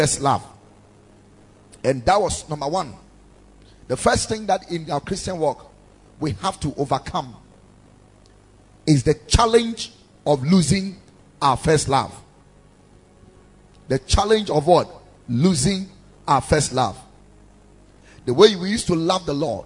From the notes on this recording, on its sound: Preached at the Ekklesia Chapel